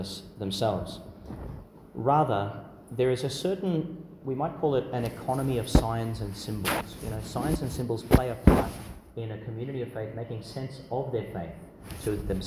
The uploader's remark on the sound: delivered in Mary Immaculate Church, Emu Park, Qld.